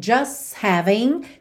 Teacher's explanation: a gente não ouve o T de just